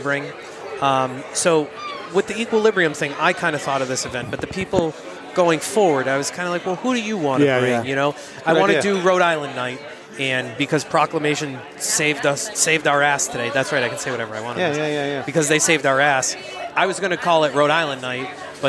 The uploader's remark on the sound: We were lucky enough to broadcast from the spectacular roof deck (highest roof deck in Boston, BTW) at Six West in Boston for the Equilibrium and Friends event.